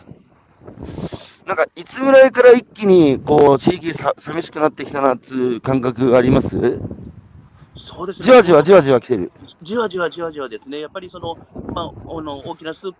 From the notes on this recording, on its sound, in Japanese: 歩くラジオ。山口県下関市。歩きながら1時間、対談する。